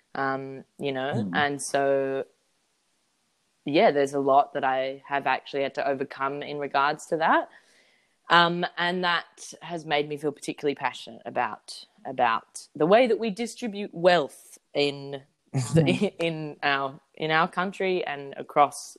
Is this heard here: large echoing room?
no